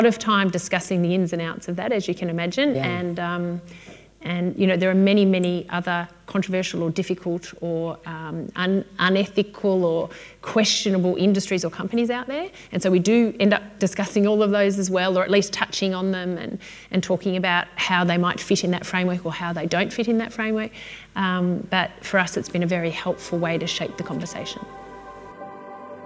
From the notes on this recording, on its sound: This episode was recorded on the 27 th February 2020 at the Alumni Hour hosted. MDHS, at the University of Melbourne.